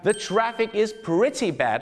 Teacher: ต้องออกเสียงสระอี prettybad นั่นเองนะฮะ